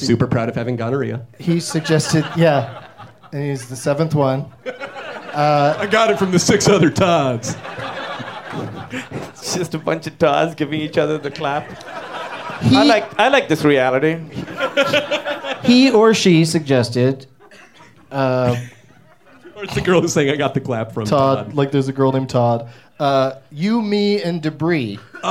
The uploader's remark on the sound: Live from Flappers in Burbank, CA